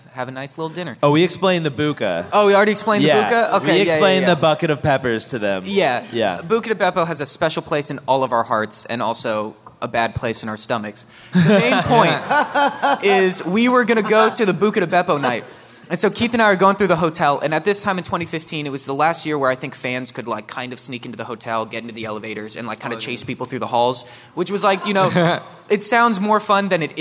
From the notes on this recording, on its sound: This live SmoshCast was recorded at VidCon 2019.